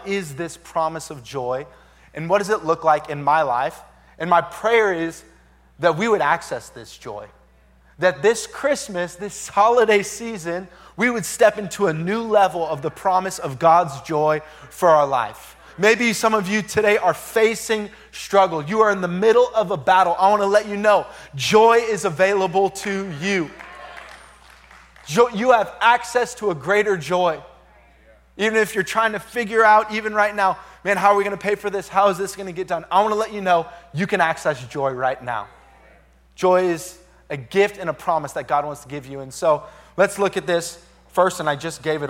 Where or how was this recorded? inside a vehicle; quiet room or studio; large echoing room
large echoing room